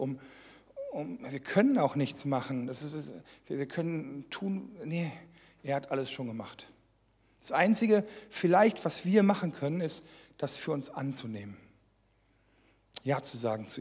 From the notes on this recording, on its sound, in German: Teil einer Reihe, die während einer Jugendmitarbeiterschulung aufgezeichnet wurde.